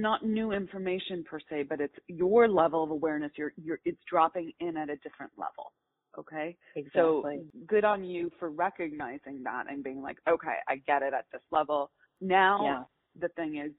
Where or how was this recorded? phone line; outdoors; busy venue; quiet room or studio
phone line